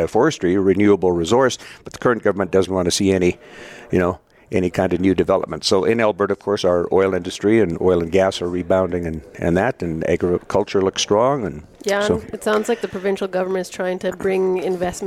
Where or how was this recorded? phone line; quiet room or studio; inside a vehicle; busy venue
busy venue